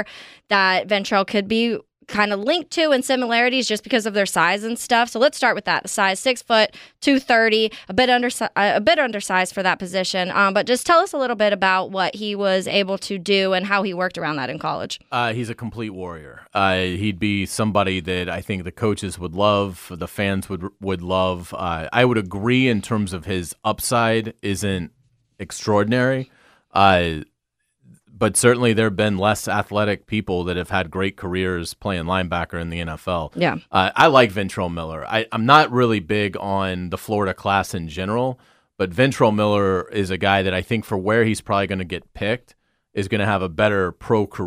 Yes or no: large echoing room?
no